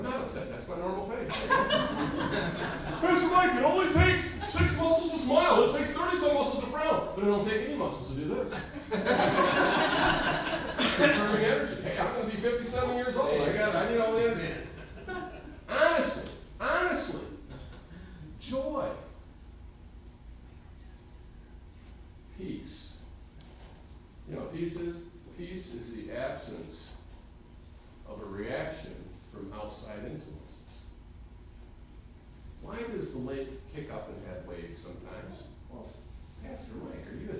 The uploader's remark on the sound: Recorded live in the Sunday Morning service at Calvary Baptist Church of Caseville.